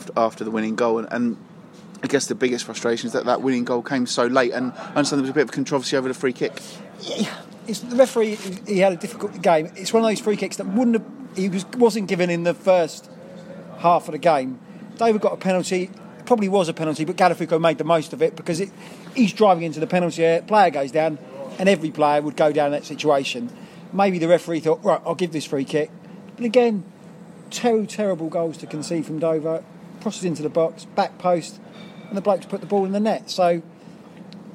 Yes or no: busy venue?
yes